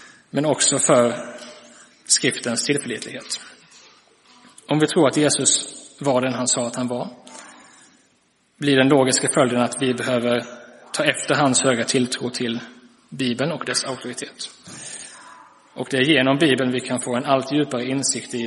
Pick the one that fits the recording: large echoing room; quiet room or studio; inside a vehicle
large echoing room